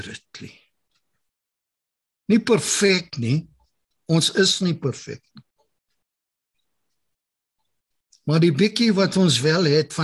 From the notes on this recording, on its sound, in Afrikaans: Zoom Byeenkoms 23 Junie 2022.